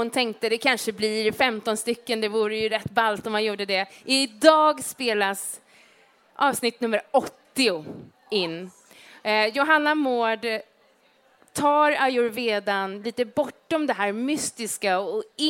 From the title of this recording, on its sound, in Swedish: livepodd